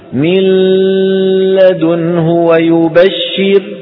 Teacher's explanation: نأتي بلام من مخرج اللام وبغنة من الأنف · Term: إدغام النون فيهما بغنة